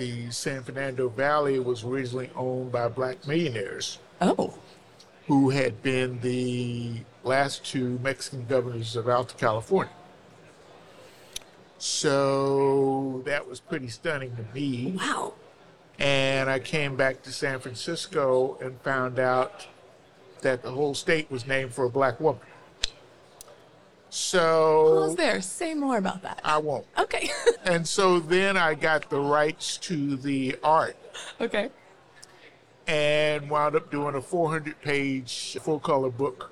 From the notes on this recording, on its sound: From the Expo floor at the 2023 American Institute of Architects (AIA) Convention.